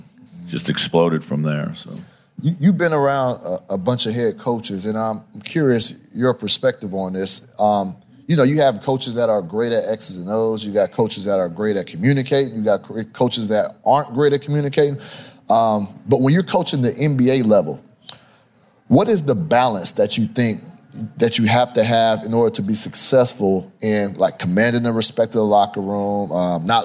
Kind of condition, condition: setting, live audience